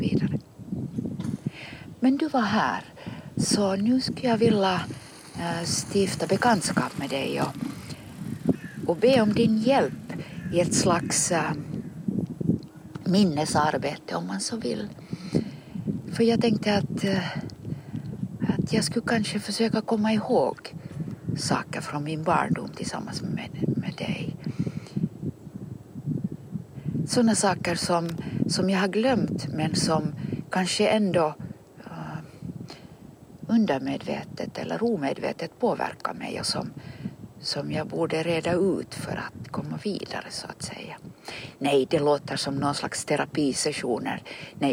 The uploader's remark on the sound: A series of conversations in Swedish recorded with a pine tree on Drumsö in Helsingfors or Helsinki in 2024.